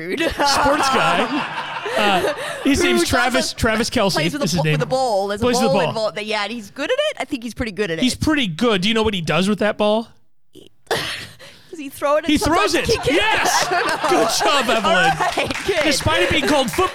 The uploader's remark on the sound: MC LIVE. Record an episode in front of probably their entire active listener base.